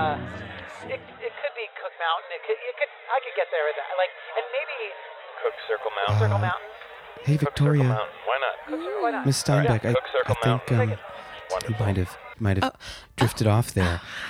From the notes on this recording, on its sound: The basement bar of Beecher&#8217;s Handmade Cheese. Beecher’s Handmade Cheese.